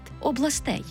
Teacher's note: Там тільки наголошений останній склад – областей.